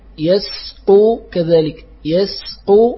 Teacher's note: احذر أيها القارئ من تفخيم السين من يسطو يسطو نعم لماذا؟ لعلة المجاورة، مجاورة السين للطاء.